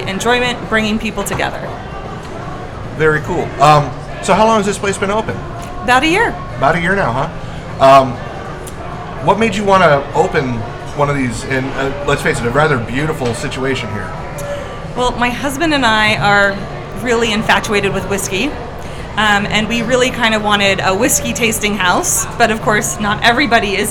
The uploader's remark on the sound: ON-SITE REVIEW AT VOM FASS Huntington Beach, ca. A visit to Vom Fass at Pacific City in Huntington beach, CA.